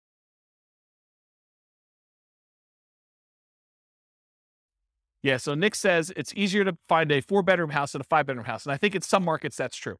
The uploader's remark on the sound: This was a live class recorded